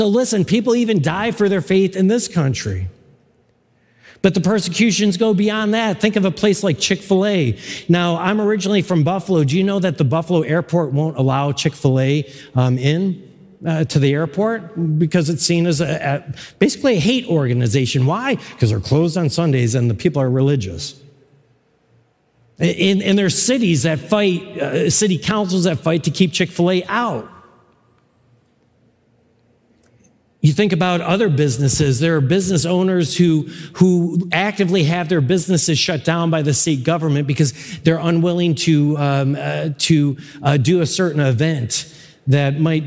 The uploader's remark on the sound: The core message from our live service on 2022-01-23. This is the core message from our live service.